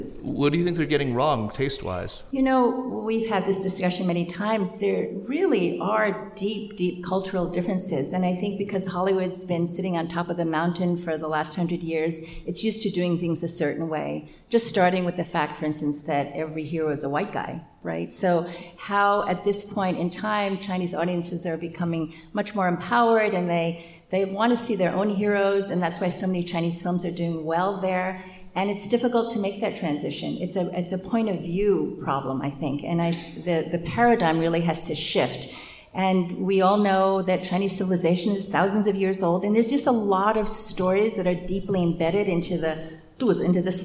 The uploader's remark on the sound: Live at our SupChina Women’s Conference on May 14 in New York City. Live at our SupChina Women’s Conference on May 14 in New York City.